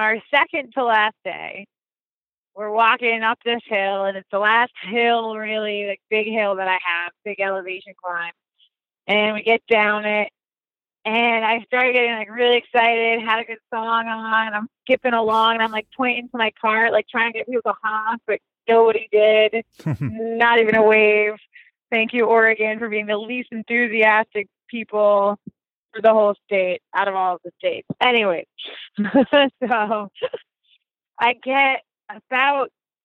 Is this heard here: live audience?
no